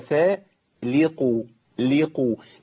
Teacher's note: اللام عندي مرققة لكن القاف مفخمة لأنها إيه؟ مضمومة في مرتبة عالية من التفخيم.